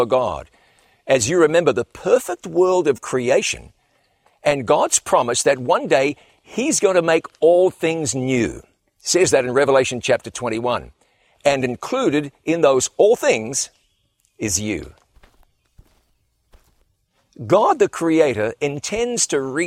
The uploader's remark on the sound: on location at the site of the world’s largest Ten Commandments